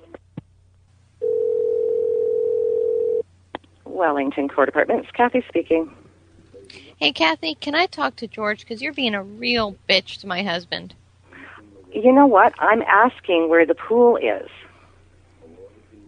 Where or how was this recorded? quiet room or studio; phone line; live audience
phone line